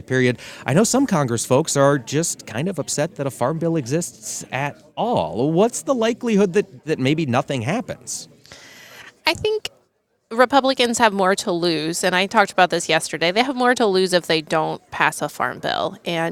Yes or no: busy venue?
yes